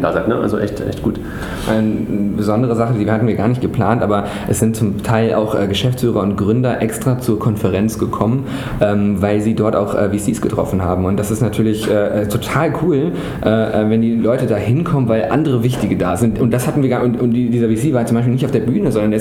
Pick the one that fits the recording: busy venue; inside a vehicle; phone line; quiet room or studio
busy venue